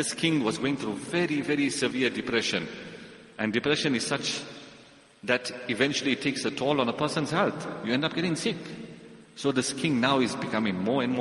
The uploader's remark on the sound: Jumuah lecture.